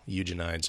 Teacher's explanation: I'm going to put the emphasis on the last syllable there.